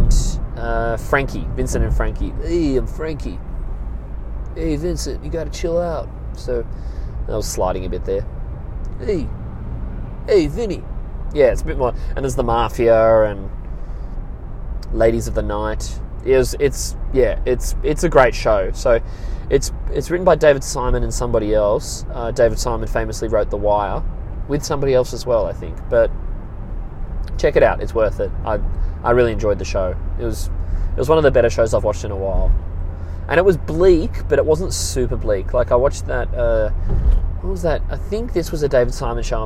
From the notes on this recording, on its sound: I'm in the car with some news for all of you.